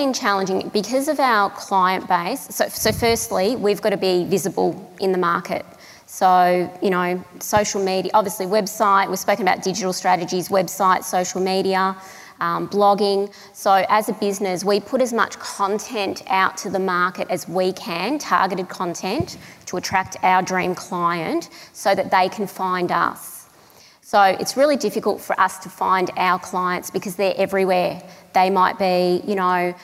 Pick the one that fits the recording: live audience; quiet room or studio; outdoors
live audience